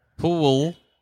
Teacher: L's can sort of turn to having a little bit of a W sound.